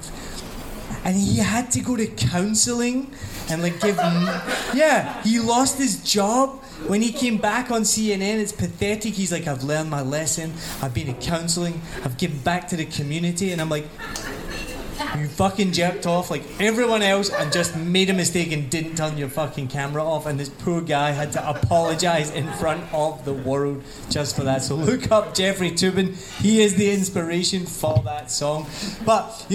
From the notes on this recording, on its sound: Live at One Night In Saigon. It was an amazing night of comedy.